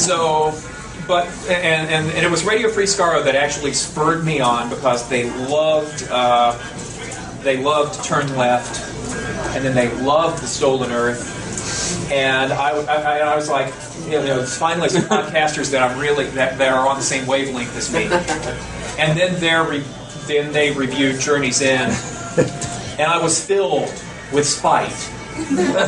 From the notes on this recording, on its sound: Invited me to speak at their third annual banquet last Saturday. Kindly recorded it on his Flip camera.